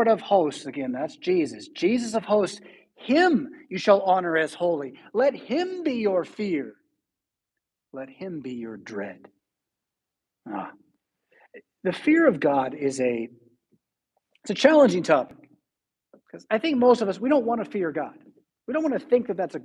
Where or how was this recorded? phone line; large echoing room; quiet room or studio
large echoing room